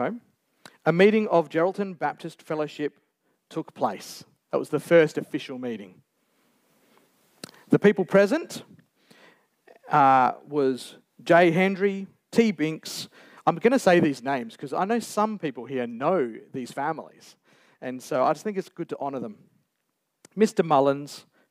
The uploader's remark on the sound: A special celebration service celebrating 60 years at Geraldton baptist church. Recorded Live on 2nd April 2023.